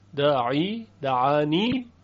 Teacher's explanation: پس ببینید یا زائد رو ابو عمرو در وصل خوند، داعی دعانی، اما اگر بخوایم به قرائت ابی عمرو بصری وقف بکنیم این یا حذف میشه.